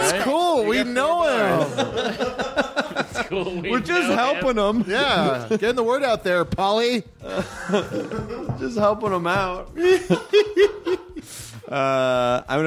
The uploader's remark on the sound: Live at SF Sketchfest 2015. It's some LIVE hostful goodness!